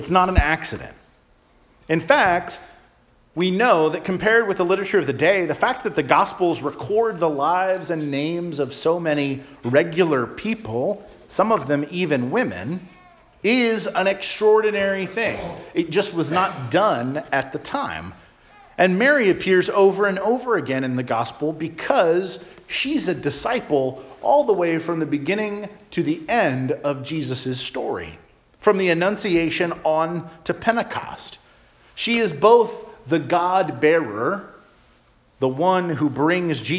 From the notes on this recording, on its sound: Charles Anglican Cathedral, Bremerton, WA.